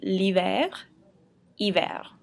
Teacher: And just remember that the H's in French are silent, so don't pronounce the H at the beginning of the word